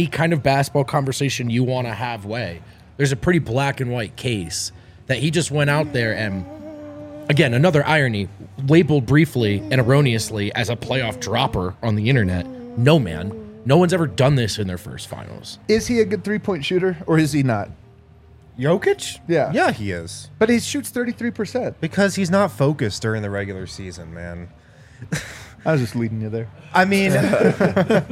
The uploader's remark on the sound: come to you LIVE from the DNVR Bar